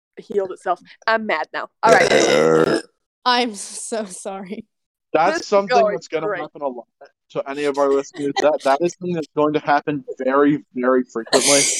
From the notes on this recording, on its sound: Sorry that the audio quality is so bad.